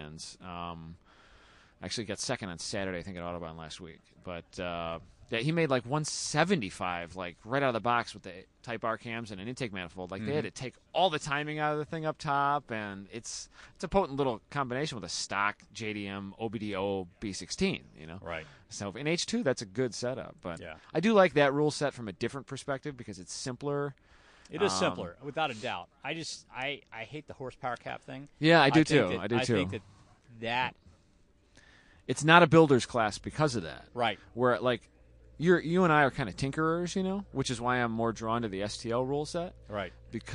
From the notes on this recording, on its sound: Live at West Michigan Honda Meet 16. It was a cloudy day in Michigan.